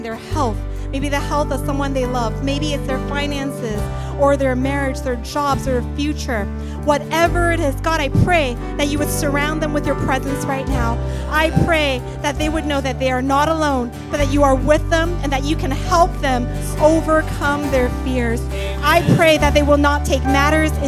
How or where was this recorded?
large echoing room